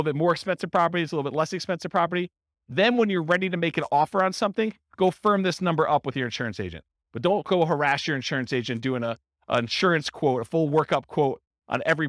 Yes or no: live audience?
yes